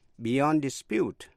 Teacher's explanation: Để ý đến chữ dispute, a dispute và to dispute, D-I-S-P-U-T-E, dù là danh từ hay động từ đều viết giống nhau, phát âm giống nhau và cùng nhấn vào vần nhì